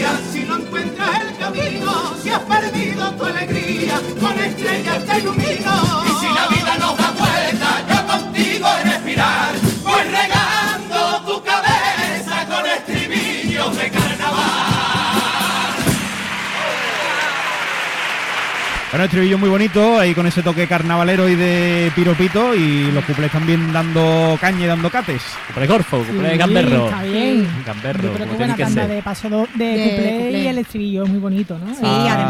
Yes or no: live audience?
yes